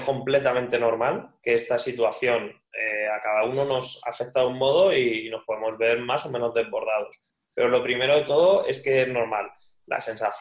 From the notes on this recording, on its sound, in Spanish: nos hemos reunido cuatro amigos por vídeo-llamada